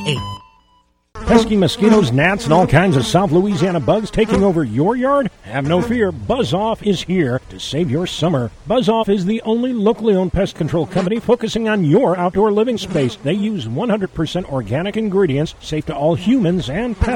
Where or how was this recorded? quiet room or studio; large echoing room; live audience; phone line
phone line